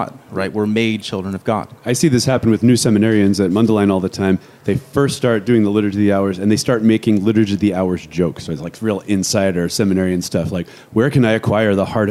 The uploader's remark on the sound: at the FOCUS SEEK19 conference